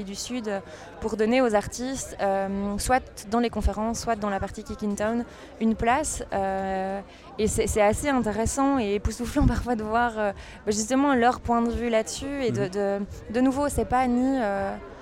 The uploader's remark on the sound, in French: Festival Esperanzah! 2022. Bouke.Media est présent au coeur du festival, à la rencontre des participants, des artistes et des ONG qui font vivre cette édition 2022.